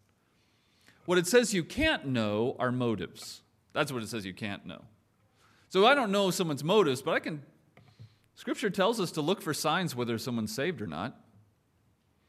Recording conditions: large echoing room